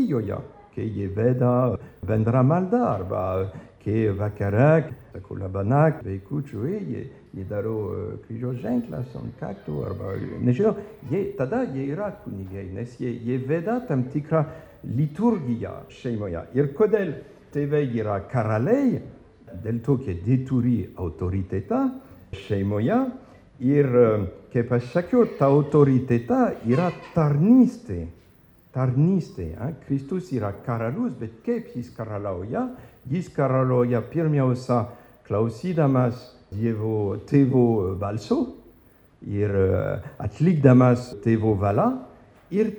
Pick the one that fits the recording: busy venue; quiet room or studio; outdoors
busy venue